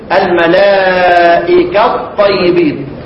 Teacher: التاء وقع بعدها طاء تدغم